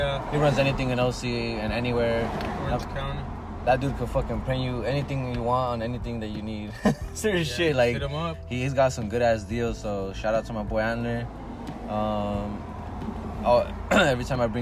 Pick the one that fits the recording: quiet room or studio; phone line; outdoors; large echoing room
outdoors